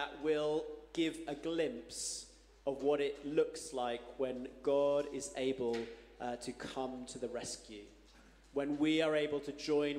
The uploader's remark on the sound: Streamed live at St Paul's Shadwell on Sunday, 14 January 2024